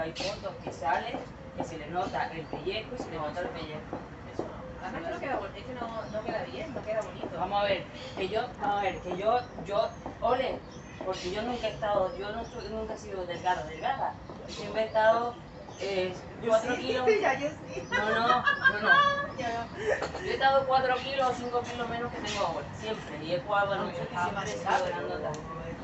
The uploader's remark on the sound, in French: Enregistré 5 minutes de paysage sonore sur une terrasse à Malaga.